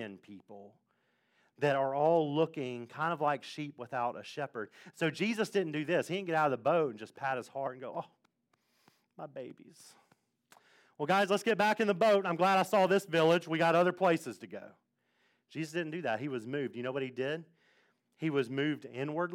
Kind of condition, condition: setting, large echoing room